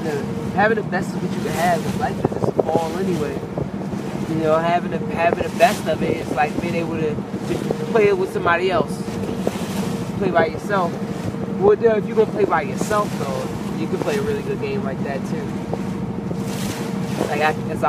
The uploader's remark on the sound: Island hopping on his day off in Cambodia. Live on the sea.